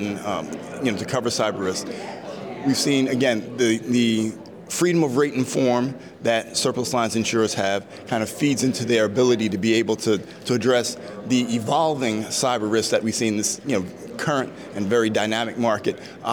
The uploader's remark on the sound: A panel of industry experts at the 2023 WSIA Annual Marketplace in San Diego.